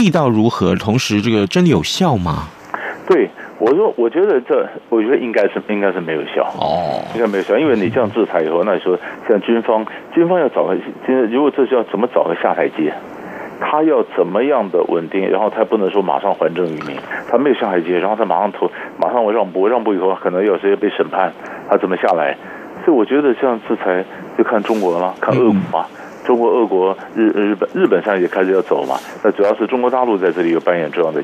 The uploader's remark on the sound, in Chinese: 連線訪問